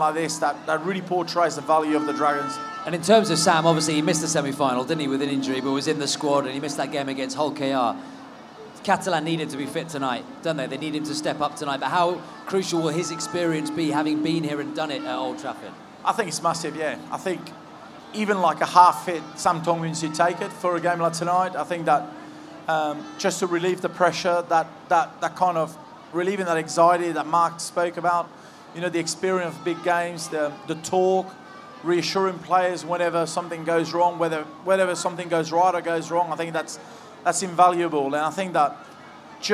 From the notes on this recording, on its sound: Grand Final Live Special. Live from the #GrandFinal.